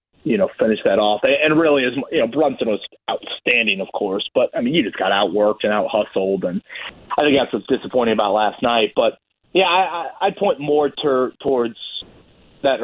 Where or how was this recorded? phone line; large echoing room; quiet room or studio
phone line